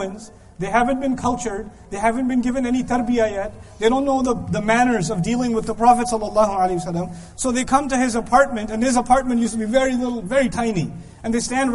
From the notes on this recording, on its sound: This lecture was given in Qatar on February 6th, 2015.